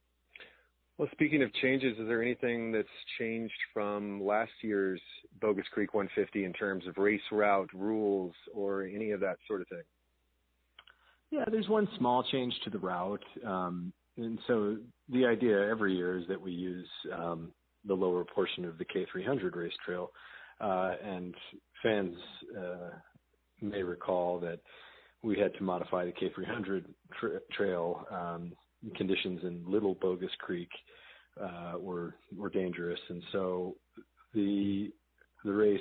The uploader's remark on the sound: Joining us on the phone